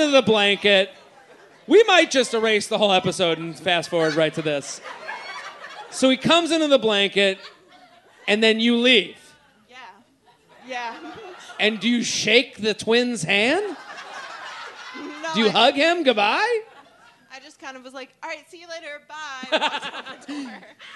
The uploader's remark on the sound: LIVE From Punch Line Philly.